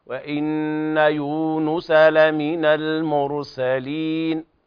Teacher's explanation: الواو مد طبيعي، لا تزيد عن حركتين